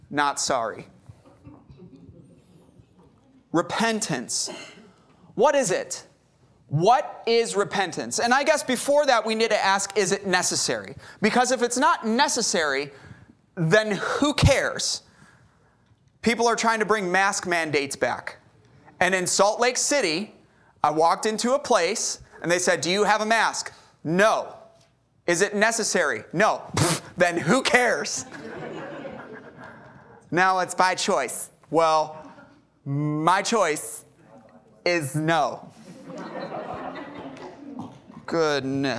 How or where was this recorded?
large echoing room